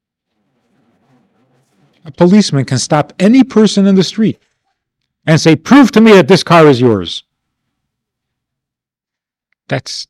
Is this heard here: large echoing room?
yes